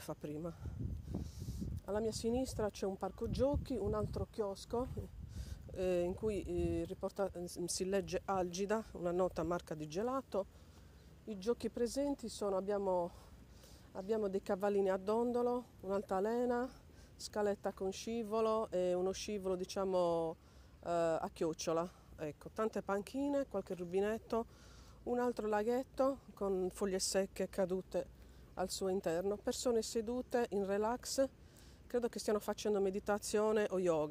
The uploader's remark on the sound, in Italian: Podcast registrato camminando per il Parco Lions di Cagliari, altro "polmone" verde per relax, due passi, sport all'aria aperta.